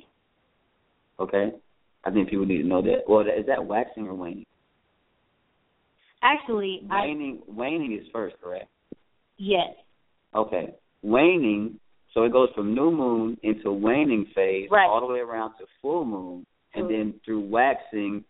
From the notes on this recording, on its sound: Thought Provoking Live Call In Talk Show.